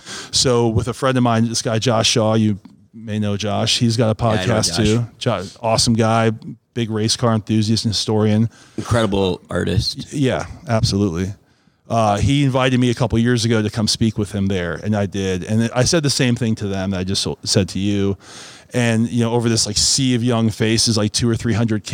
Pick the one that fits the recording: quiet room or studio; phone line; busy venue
busy venue